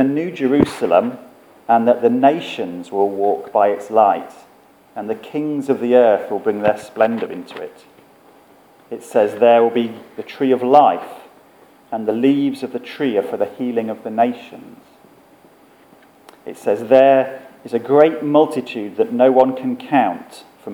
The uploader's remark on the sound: Our sermon from the 9am service